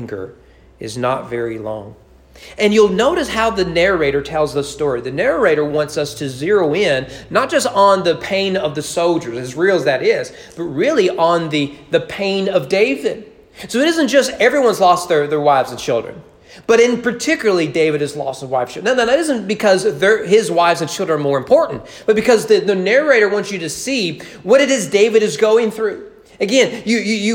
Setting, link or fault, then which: setting, large echoing room